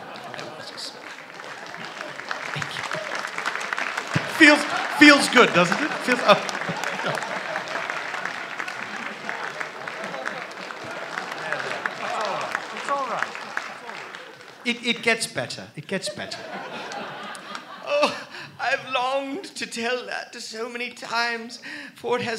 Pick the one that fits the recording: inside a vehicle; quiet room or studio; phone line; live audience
live audience